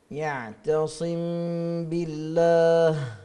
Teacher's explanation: الميم الساكنة إذا جاء بعدها باء في الإخفاء الشفوي يعطينا يعتصم بالله، نعم، بين مخرج الباء وبين مخرج الغنة.